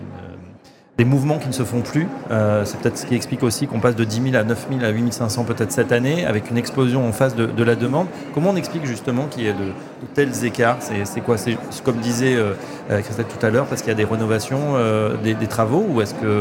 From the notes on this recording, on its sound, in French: en direct du 83e congrès USH à Nantes